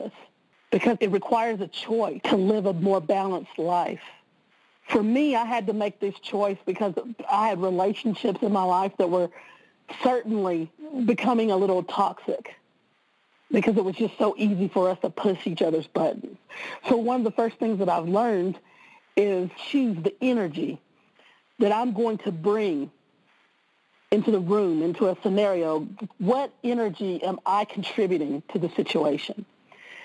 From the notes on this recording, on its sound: conference-call based classes